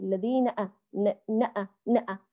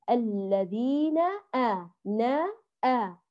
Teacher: حركة كاملة للنون وحركة كاملة كمان للهمز مع تحقيقها · Shown in: second take